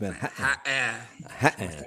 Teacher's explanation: the lack of a liaison after a T before a vowel sound in Manhattan. It's no longer Manhattan among young people.